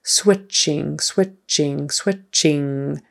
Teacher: So it's spelled with a TCH in the middle, but really that T might as well not be there because it's just a CH sound for us.